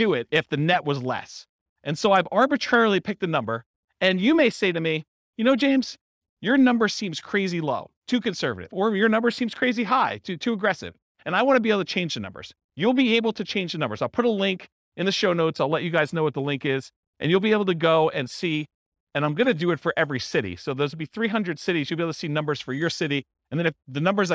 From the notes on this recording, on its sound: This was a live class recorded